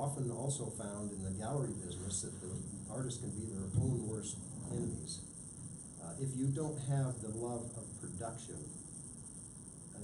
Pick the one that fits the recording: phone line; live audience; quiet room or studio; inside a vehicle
live audience